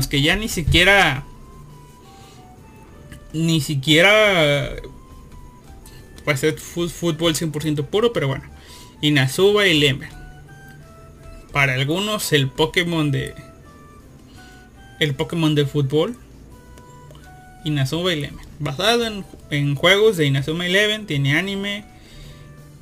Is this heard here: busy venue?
no